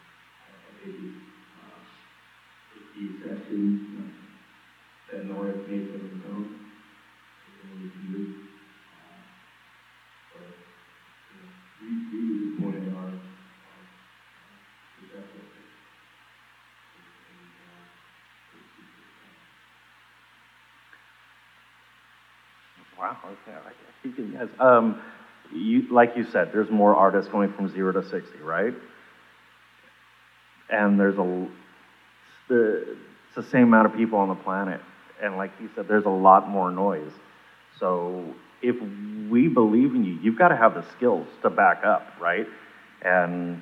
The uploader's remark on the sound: Music Biz 101 & More goes live in front of William Paterson University students in spring, 2019. There is screaming and hysterical laughter.